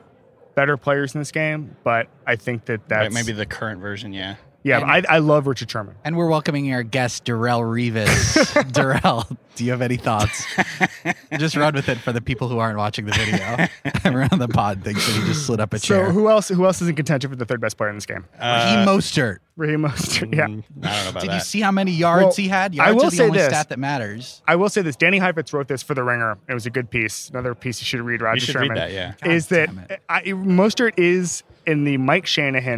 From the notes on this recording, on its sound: The NFL Show Live From Miami. We’re live at radio row in Miami.